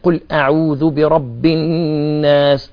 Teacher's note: لما جاء قرأ القرآن أقول مثلا قل أعوذ برب الناس، الذال حرف لثوي هيخرج بهذه الكيفية، النون مشددة لابد أن يكون هناك غنة